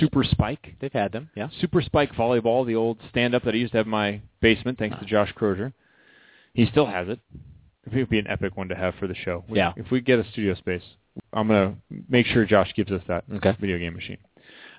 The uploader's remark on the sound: called in for a great interview